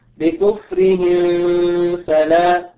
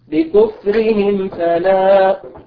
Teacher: اللحون التي قد نقع فيها مع الميم الساكنة مثلا عند قول الله تبارك وتعالى بكفرهم فلا يأتي إنسان فيخرج غنة يقول بكفرهم فلا هذا خطأ. الصحيح أن نظهر هذه الميم لوقوع الفاء بعدها · Shown in: second take